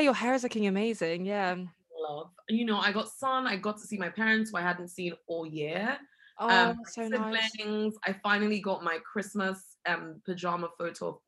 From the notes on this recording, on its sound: This episode is recorded over zoom so the audio quality is affected.